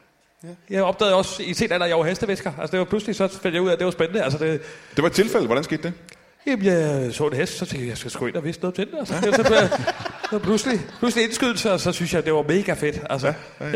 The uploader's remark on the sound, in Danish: LIVE fra Skråen i Aalborg